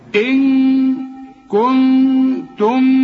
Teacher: النون الأولى والثانية ما تستعملش فيهم لسانك أبدا، إن كنتم مؤمنين، والميم الأولى بتضغم في الميم الثانية ولازم تغني.